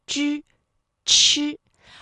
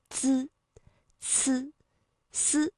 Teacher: 何不可？姜子牙诡计多端，我看他是想趁献宝之际救走姬发。哼，文太师什么时候变得如此小心了？岂有此理。哼，难道我还怕他一个姜子牙从我眼皮底下将姬发劫走不成？来呀、带姬发。好，我们先一起听到这里哈。那今天的稀奇来客，大家在听过之后会发现里面有哪些你很熟悉的带有卷舌音、平舌音和舌面音的一些词汇吗？那比如说啊，在故事当中说到最多的一个地名稀奇，这个稀呀、和奇都是舌面音，所以连读的时候大家要注意这舌面的发力点在哪里啊。稀奇。那另外还有像纣王、战车、珍宝，这其中呢都含有卷舌音之或者吃。另外像姬发、姜子牙、献宝，这里的鸡七夕啊，也同样需要注意舌面的位置，注意一下区分啊。比如说像我们在开头说到的战车、造反，这个之和滋它的发音位置呢也是不一样的。因为我们在读翘舌音的时候，舌尖是需要顶住这个硬腭的前部，比如说像之、吃。而如果是滋呢，舌尖抵的是上齿背的位置 · Shown in: second take